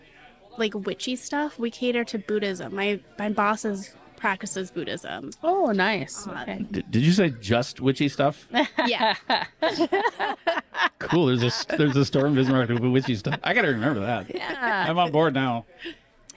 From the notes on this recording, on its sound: Live Broadcast - Bismarck Mini-Con. In our first live broadcast.